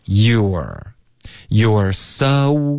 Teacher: 里面没有多少的这些变化。OK，只有 you 跟 are 这两个字呢，我们会用一个缩写的发音发 youare。OK，所以从 you 直接滑到 are